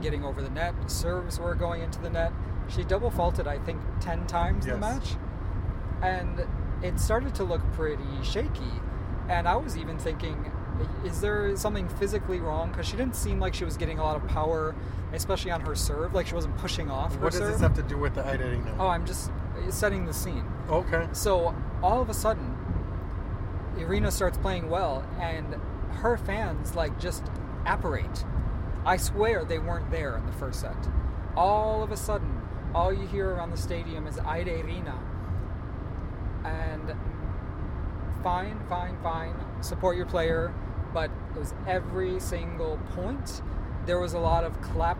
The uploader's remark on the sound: We're on the road to Cincinnati, Ohio from Toronto. This is our first totally unedited podcast, recorded and uploaded straight from the car.